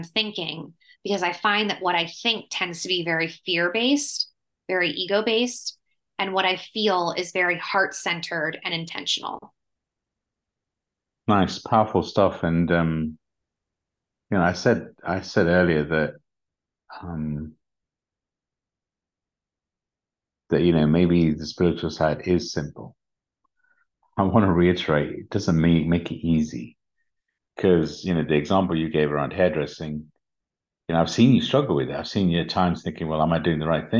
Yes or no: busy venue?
no